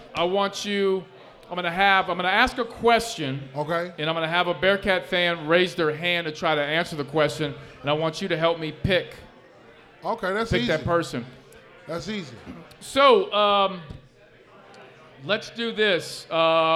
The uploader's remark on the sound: LIVE at Mio’s.